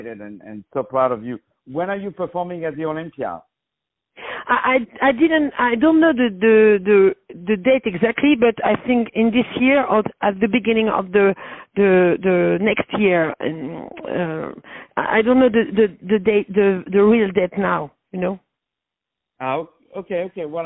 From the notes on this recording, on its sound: On the phone